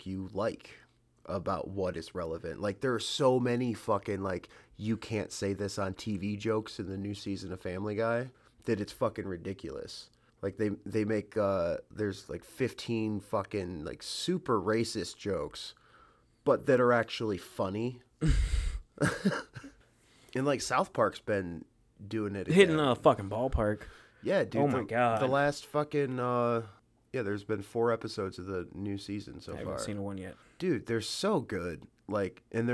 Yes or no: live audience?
no